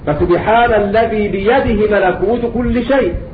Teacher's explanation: قرأ يعقوب بقصر الهاء يعني باثبات الكسرة ولكن بدون مد